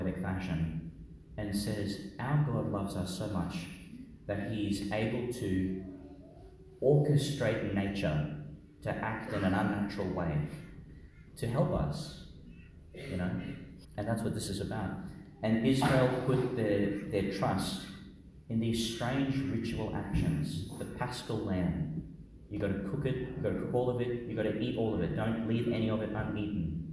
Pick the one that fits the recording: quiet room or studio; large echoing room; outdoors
large echoing room